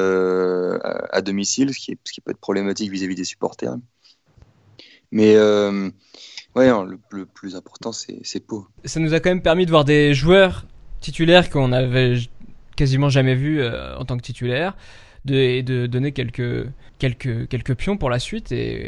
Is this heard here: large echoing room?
no